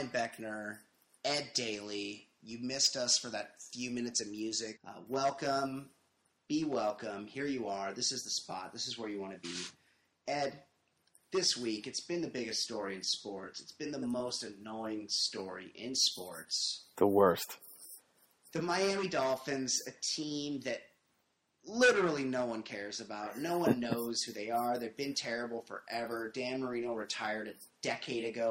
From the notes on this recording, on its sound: It sounds like shit, which sucks